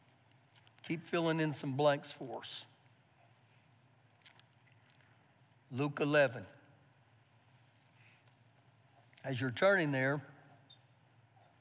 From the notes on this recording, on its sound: Recorded live during our Sunday morning service